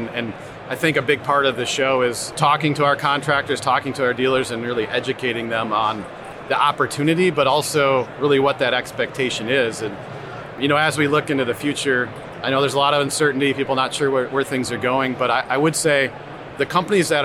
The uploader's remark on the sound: It only makes sense to bring it to the industry’s premier tradeshow and education event. Is live from the floor at Hardscape North America.